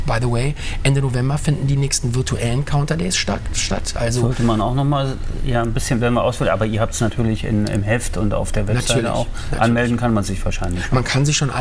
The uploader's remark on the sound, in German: "talks ´n voices" - von den Counterdays live Mallorca 2021. Die Live Counter Days auf Mallorca 2021. Oktober fand eines der ersten großen touristischen Live-Events statt.